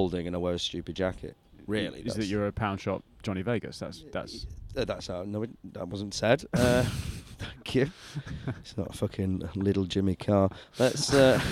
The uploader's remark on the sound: sits down in the windiest area in Edinburgh